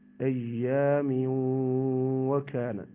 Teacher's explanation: هنا إدغام التنوين في الواو إدغاما ناقصا مع الغنة